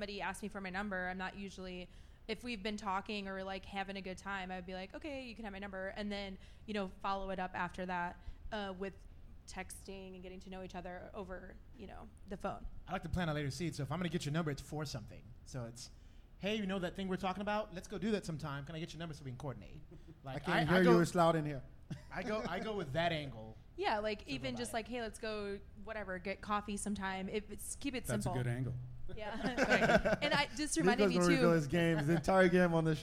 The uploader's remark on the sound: Live from Collide ATX.